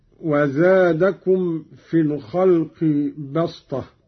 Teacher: قوله تعالى: وزادكم في الخلق بسطة، قرأ قالون بالصاد قولا واحدا وهي لغة قريش، أبدلت السين صادا لتوافق الطاء في الاستعلاء والإطباق